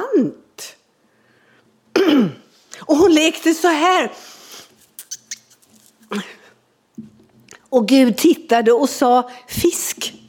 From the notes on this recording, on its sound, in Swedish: Inspelad under gudstjänst i Equmeniakyrkan Väte